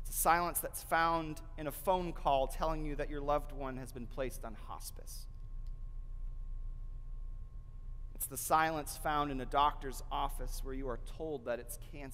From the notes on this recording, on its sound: delivered at the First Presbyterian Church of Flint